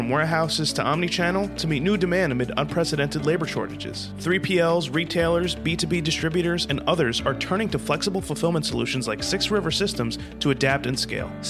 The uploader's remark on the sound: Siemens at MODEX 2022